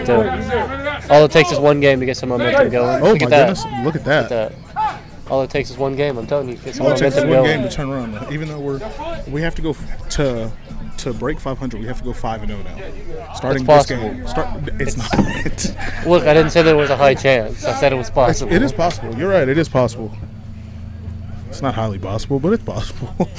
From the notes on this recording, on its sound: live from the dugout during the softball game